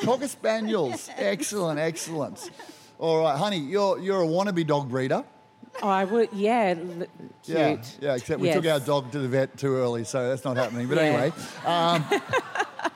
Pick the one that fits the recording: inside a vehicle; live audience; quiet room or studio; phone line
live audience